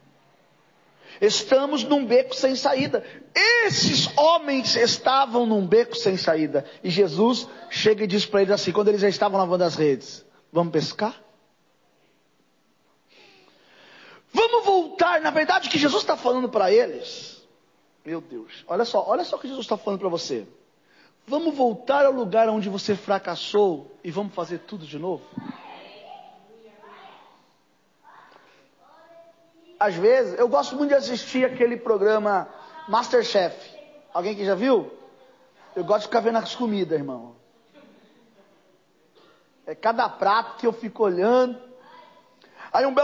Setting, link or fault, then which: setting, large echoing room